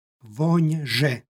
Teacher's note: ovo je složenica, i u kojoj dolazi do dodavanja nj u sredini koje se jotuje